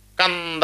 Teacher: నాసిక అనుస్వారస్య సున్నా ఉన్నప్పుడు కూడా ముక్కుతో పలకాలి. అందుకనే కంద అన్నా కానీ ఈ సున్నా ముక్కుతో పలుకుతాం.